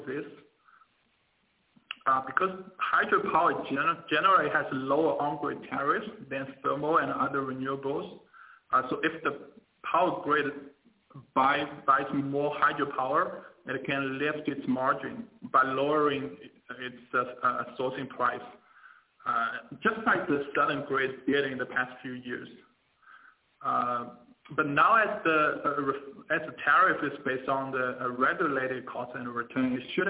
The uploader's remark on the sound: Teleconference Replay: China's Power Reform by Fitch Ratings.